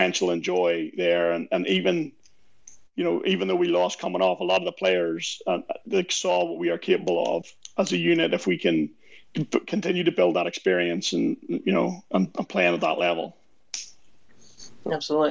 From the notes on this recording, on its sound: On this replay of Twitter Spaces' US Rugby Happy Hour LIVE